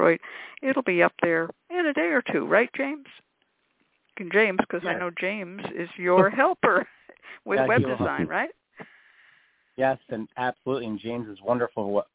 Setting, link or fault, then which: link, phone line